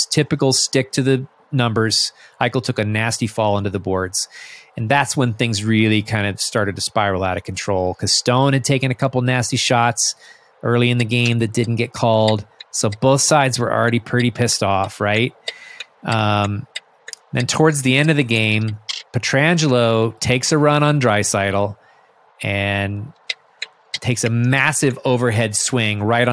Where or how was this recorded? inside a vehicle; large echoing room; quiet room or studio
inside a vehicle